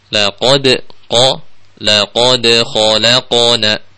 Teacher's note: Jadi huruf qaf yang qaqalah itu dibaca tebal, tetap tebal. Jadi bukan laqade khalaqana, tapi laqode qo, laqode khalaqona.